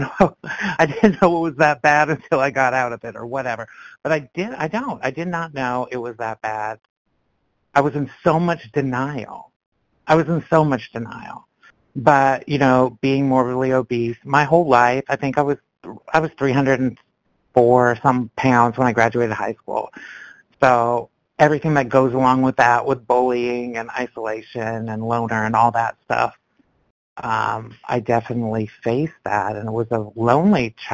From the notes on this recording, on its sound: from the 100 Pounders Phone Meeting, 12/25/22